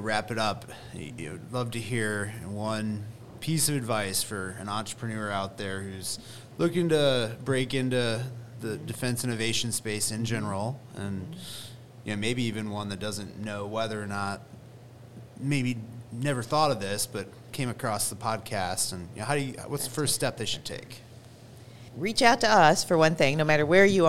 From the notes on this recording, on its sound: We recorded this episode back in August of 2023 at Capital Factory's Fed Supernova.